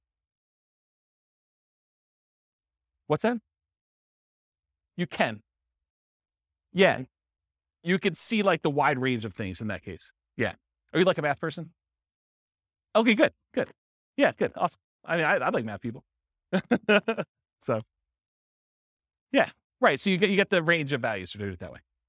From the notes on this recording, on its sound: This was a live class recorded